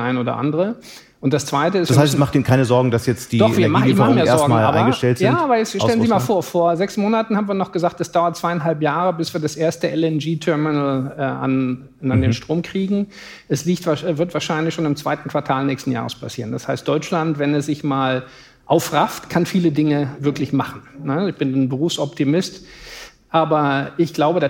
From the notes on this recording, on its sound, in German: Live-Podcast